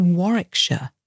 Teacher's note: So it looks like War, W-A-R, Wick, W-I-C-K, and then Shire on the end. And Warwickshire, it's got a silent W in the middle.